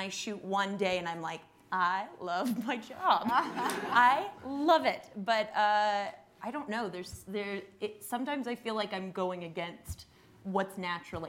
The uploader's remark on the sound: In front of a live audience at the SundanceTV HQ on Main Street in Park City, UT during the 2019 Sundance Film Festival.